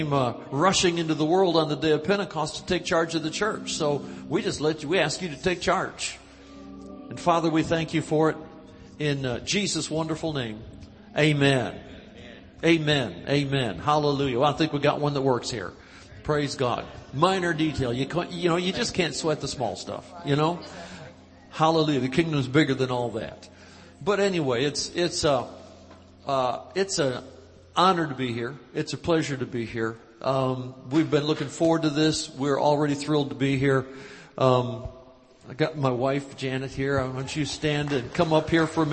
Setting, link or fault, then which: setting, live audience